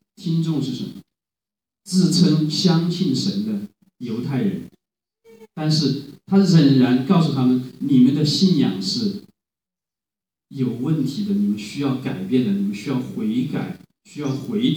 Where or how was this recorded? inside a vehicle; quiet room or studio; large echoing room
large echoing room